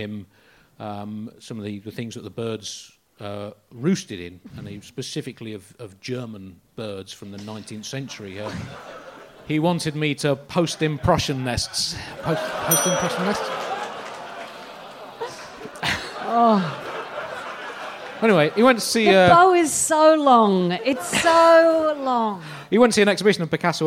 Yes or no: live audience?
yes